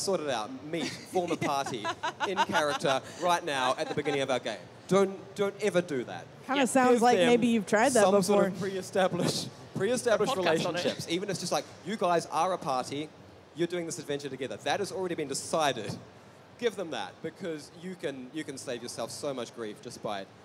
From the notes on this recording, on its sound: Check out the audio from MCM Comic Con's A Behind the Screens Look: Game Master's Roundtable panel. Check out the audio from MCM Comic Con's A Behind the Screens Look: Game Master's Roundtable panel. Are at MCM London Comic Con to talk about what it’s like to orchestrate your favorite role-playing games.